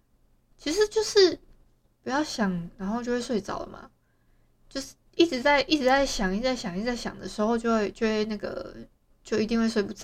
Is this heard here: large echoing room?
no